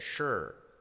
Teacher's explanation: O también puedes decir sure cómo la S se convierte en una SH